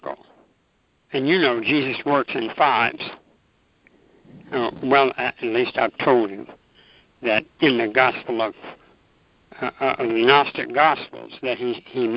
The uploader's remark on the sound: ACIM Daily TEXT Conference Call.